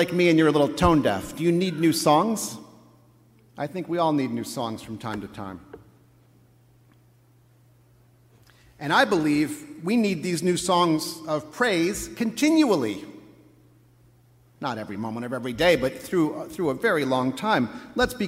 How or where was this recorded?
large echoing room